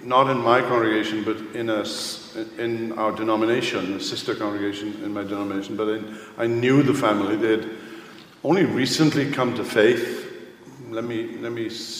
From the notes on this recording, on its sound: Q & A from the 2022 Boise Reformation Conference. The question-and-answer session from this year’s Boise Reformation Conference.